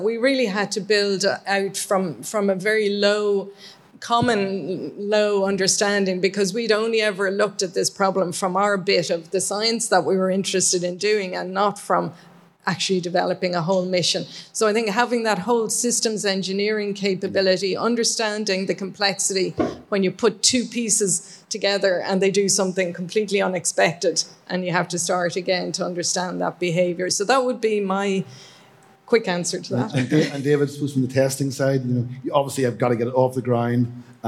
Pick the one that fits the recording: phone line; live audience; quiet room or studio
live audience